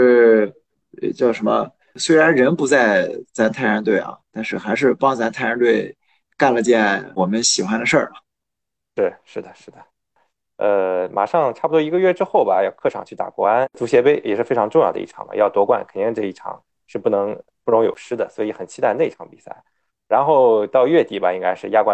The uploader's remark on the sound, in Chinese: 这两期节目条件所限使用在线会议软件云录制，效果不好请见谅！